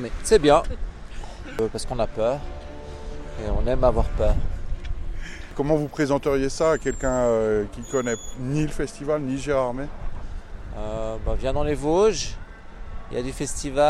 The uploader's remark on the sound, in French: À l'occasion de la 30e édition du festival international du film fantastique de Gérardmer. Promenons nos micros dans les rues de "la perle des Vosges", à la rencontre des festivaliers, des skieurs et des Géromois.